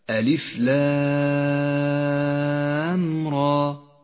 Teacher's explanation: تبدأ السورة بالحروف المقطعة، هذه الحروف تحتاج إلى مد نسميه المد اللازم الحرفي المخفف، وذلك لحرف اللام. حرف اللام يمد 6 حركات لزوما